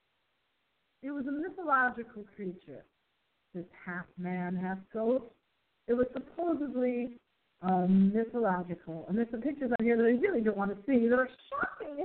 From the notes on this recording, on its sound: we do a test show to test our phone audio quality